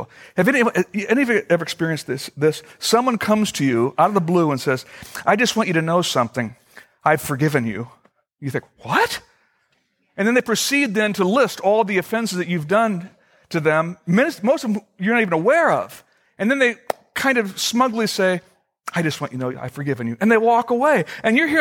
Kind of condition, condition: setting, large echoing room